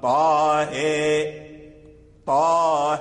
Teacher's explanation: إنما هي إمالة يعني جزءان من الكسر كما ذكرنا، وجزءان وجزء من الفتح. فتقسم الحركة، تقسم الحركة إلى ثلاثة أقسام، تجعل قسمين للكسر وقسم للفتح، فتخلط الجزءان جزءان جزءان جزء الكسر مع جزء جزء مع جزء الفتح، ثم يتولد صوت ممزوج الفتح بالكسر.